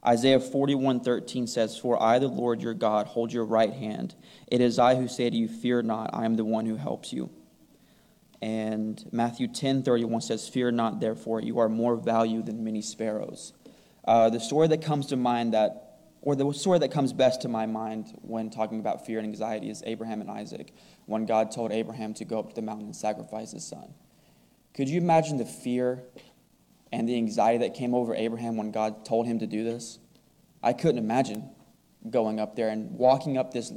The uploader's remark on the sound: Recorded on July 2, 2022, at the Ringgold Seventh-day Adventist Church. VBS wrap-up service devotional.